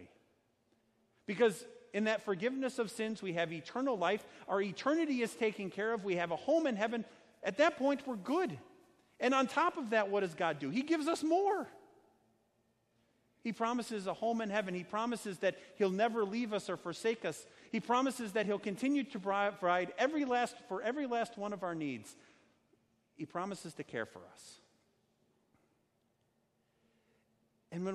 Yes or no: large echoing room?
yes